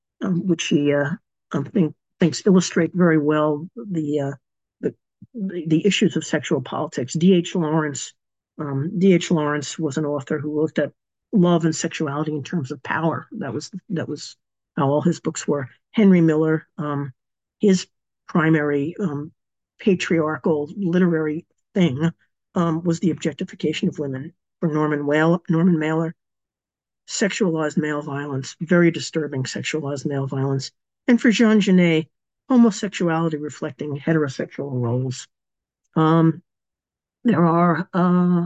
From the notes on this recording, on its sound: A live webinar. Part of our webinar series Radical Feminist Perspectives.